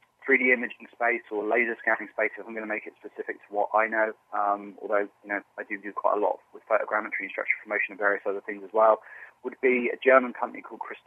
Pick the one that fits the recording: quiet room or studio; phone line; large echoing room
phone line